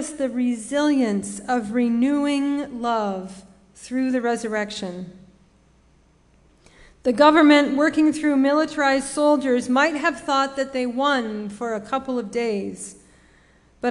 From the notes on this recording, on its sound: Sermon preached at RCHP